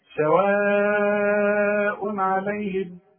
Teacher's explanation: أنت لاحظت إن أنا ضمتين وما غنيتش؟ أيوة، العين دي من حروف الإظهار، كل تنوين بعده عين ما غنش